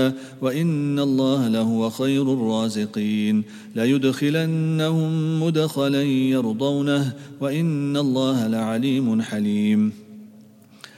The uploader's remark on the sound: at the Houghton Masjid (West Street)